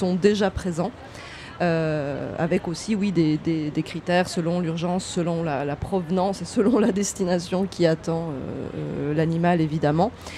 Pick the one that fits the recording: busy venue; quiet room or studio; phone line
busy venue